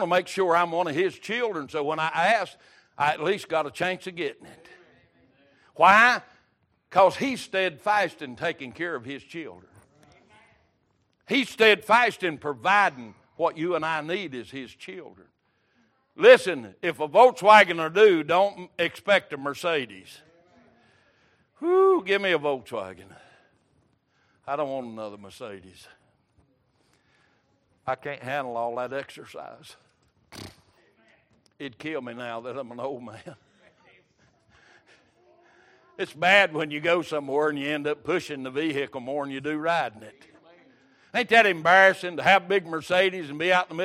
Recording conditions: large echoing room